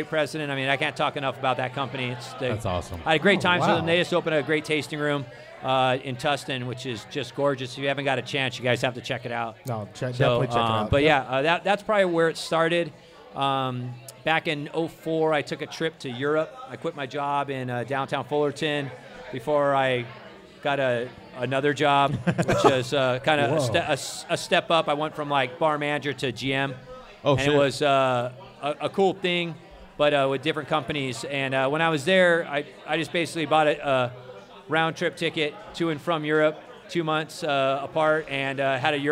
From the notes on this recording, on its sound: We were LIVE from the Wall Restaurant in Orange, California! We did a live show for the The Wall’s 2nd Anniversary!